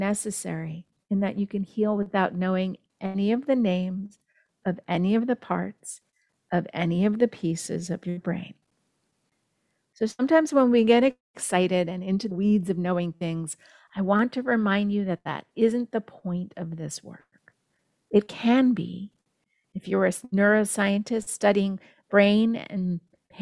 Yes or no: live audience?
no